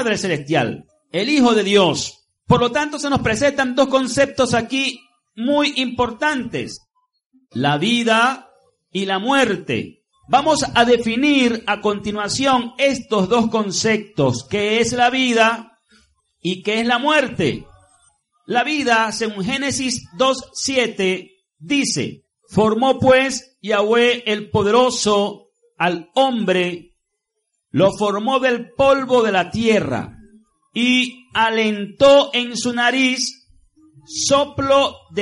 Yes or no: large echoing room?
yes